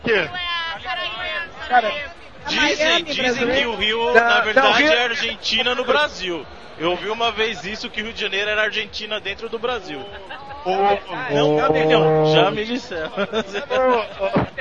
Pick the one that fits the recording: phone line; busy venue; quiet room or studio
busy venue